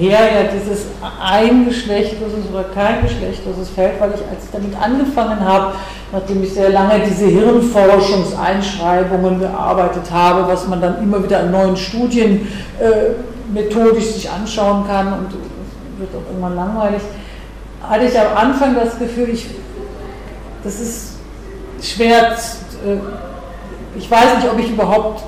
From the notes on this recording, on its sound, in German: Mitschnitt des Vortrags. Universität Innsbruck.